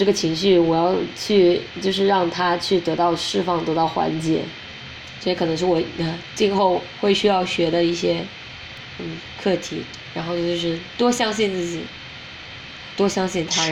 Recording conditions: sounds in the background